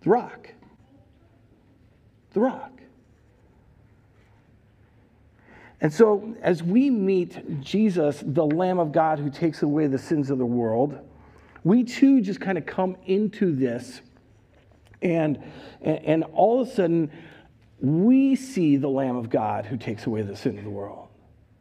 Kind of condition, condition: setting, large echoing room